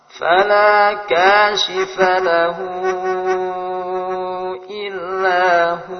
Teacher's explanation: Cara membacanya dengan panjang sekitar 2 harakat.